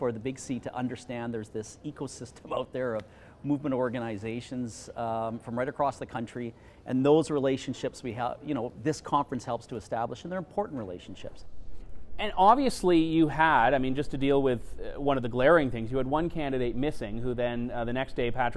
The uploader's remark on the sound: coming to you from the Canada Strong and Free Conference in Ottawa!